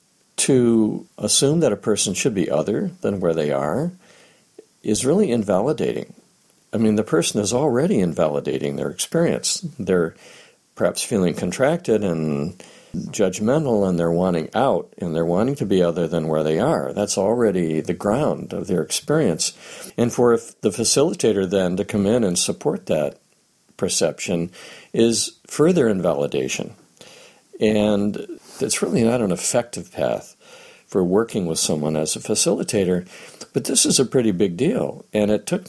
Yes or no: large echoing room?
no